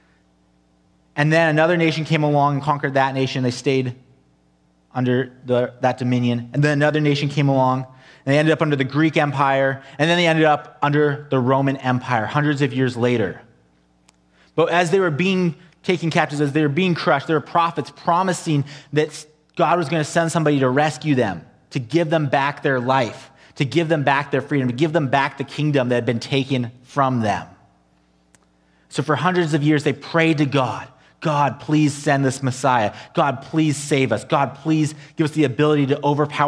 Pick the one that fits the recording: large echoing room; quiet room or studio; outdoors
large echoing room